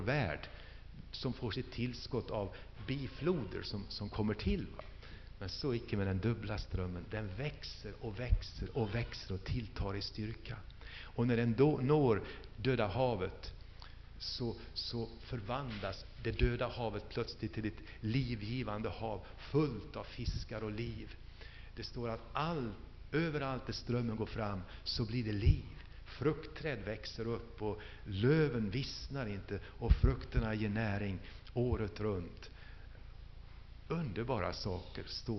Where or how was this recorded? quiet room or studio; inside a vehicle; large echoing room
large echoing room